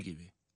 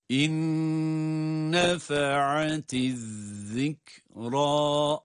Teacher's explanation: Bakınız sanki inne gibi. Birinci nun ikinci nuna idgam edildiği için, ona katıldığı için şeddeli gibi ama aynı zamanda da tutarak okuyoruz.